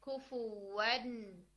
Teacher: नाक में आवाज जाती है, दिस इज गुन्ना